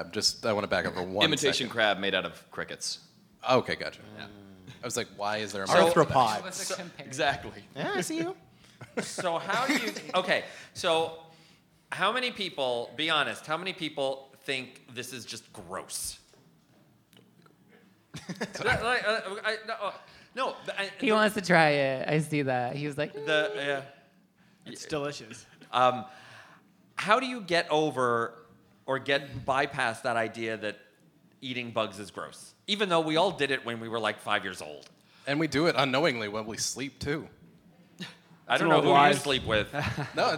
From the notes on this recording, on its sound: Filmed in front of a live studio audience at Nuit Rose, a festival of queer art and performance.